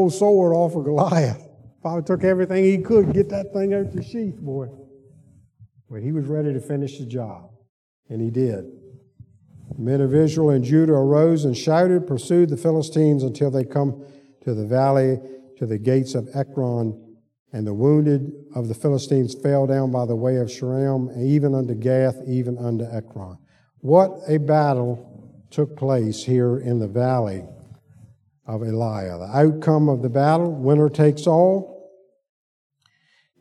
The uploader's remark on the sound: Sunday school lecture